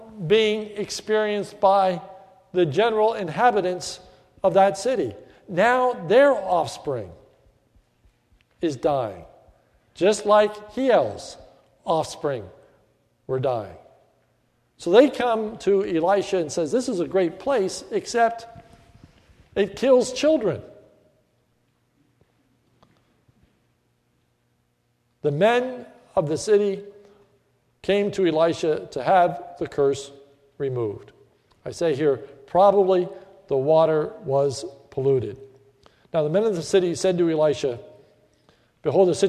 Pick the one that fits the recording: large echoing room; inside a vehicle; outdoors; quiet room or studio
large echoing room